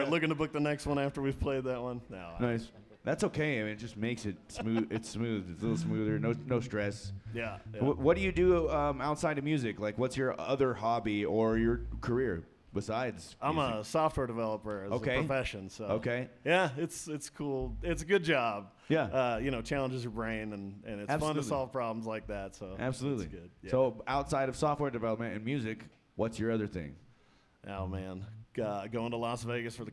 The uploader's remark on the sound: This is a special episode recorded at Western Sky Bar and Taproom in Englewood, CO.